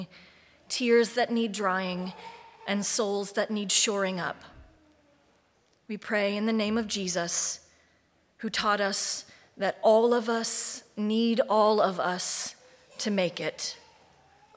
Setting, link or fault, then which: setting, large echoing room